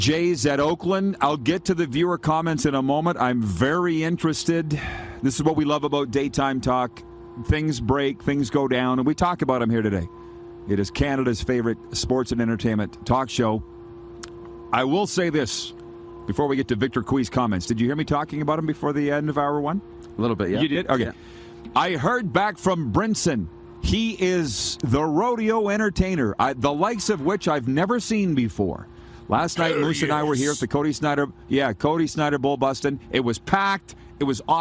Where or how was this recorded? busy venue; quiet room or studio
busy venue